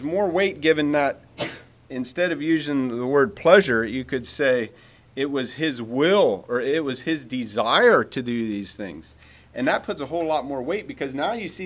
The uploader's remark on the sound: Message preached at Word of Hope Mennonite Church